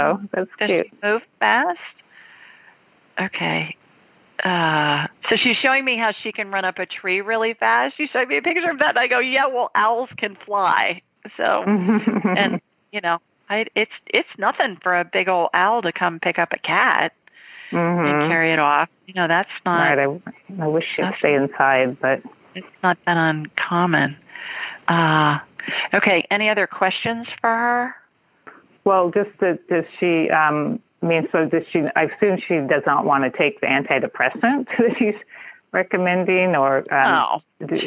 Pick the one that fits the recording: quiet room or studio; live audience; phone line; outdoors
phone line